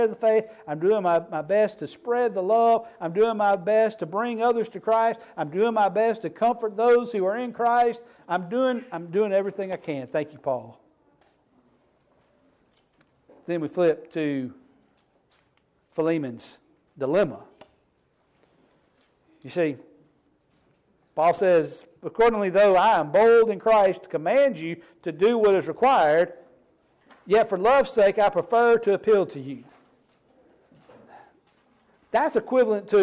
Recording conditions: large echoing room